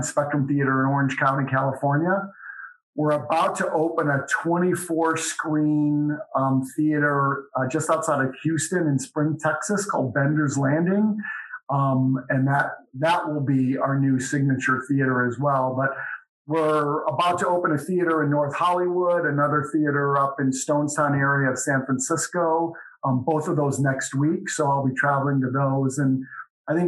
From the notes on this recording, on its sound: sat down over Zoom